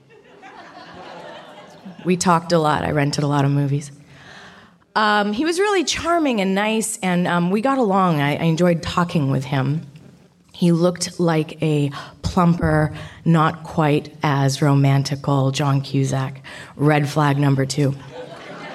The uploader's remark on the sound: Recorded at a Here There event. It is recorded on the unceded territories of the Squamish, Musqueam and Tseil-Waututh nations. Recorded at a Here There event.